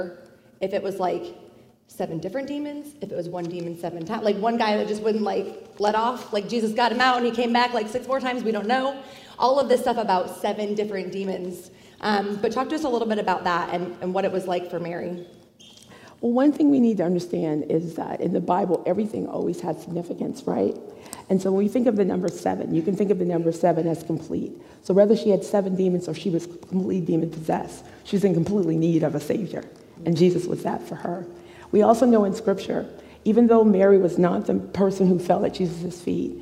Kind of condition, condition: setting, large echoing room